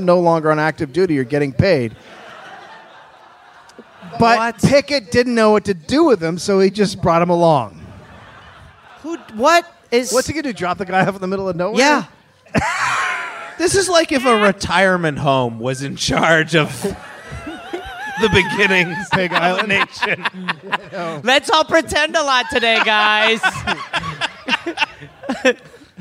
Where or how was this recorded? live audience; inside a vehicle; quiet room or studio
live audience